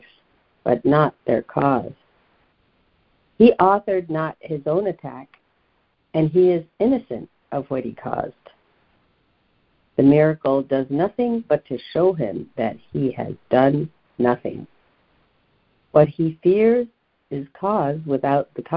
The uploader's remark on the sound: ACIM Daily Conference Call